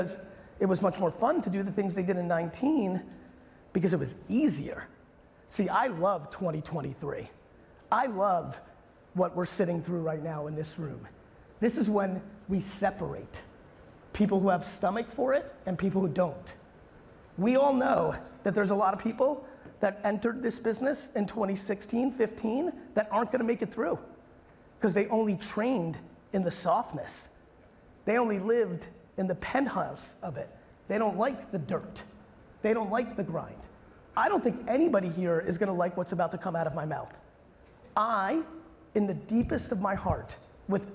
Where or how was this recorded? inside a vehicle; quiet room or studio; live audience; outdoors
live audience